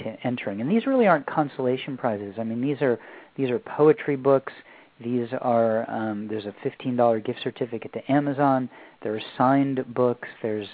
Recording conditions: phone line